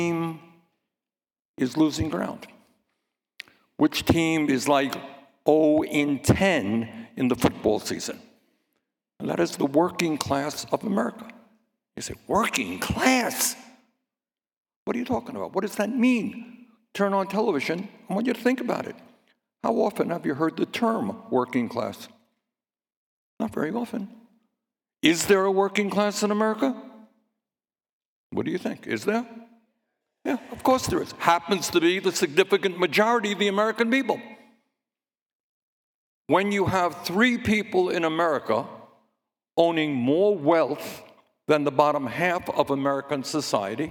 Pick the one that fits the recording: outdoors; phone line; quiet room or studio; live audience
live audience